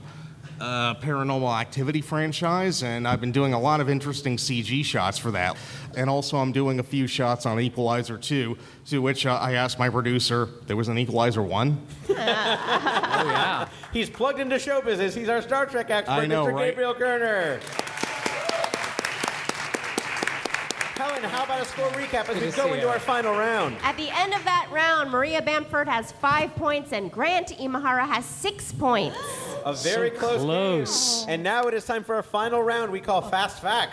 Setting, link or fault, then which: setting, busy venue